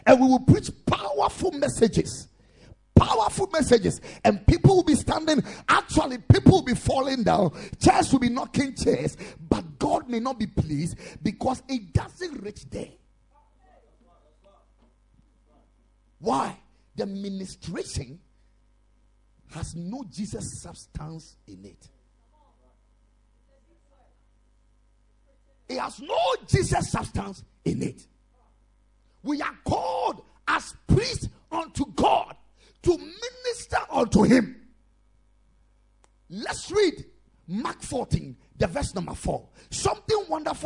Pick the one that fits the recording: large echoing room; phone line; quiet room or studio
large echoing room